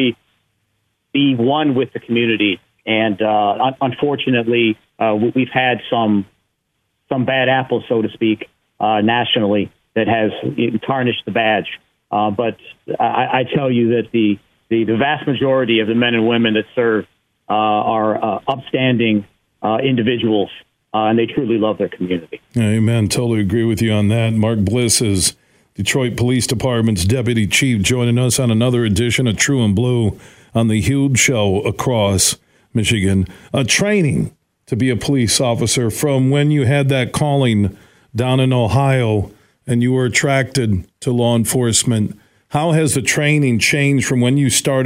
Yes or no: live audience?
no